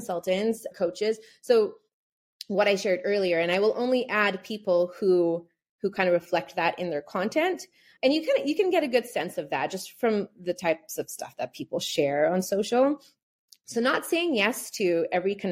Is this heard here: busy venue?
no